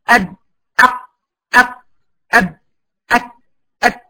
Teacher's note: انحباس الصوت خلف المخرج في الحروف دول، لأن المخرج مغلق، مخرجهم مغلق، مقفول، شديد. · Term: الشدة